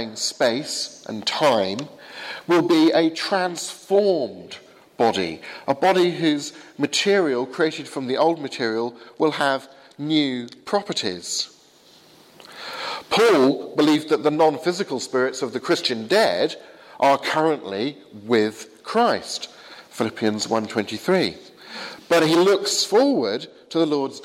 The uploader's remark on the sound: Sermon from the 8 am service at Highfield Church, Southampton, April 24th, 2016.